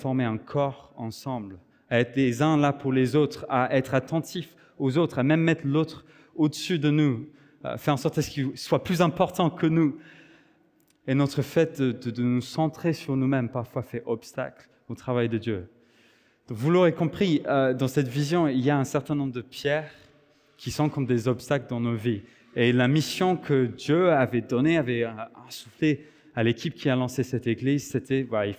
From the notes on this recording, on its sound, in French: Enregistré à l'église CVV, le 10/09/2023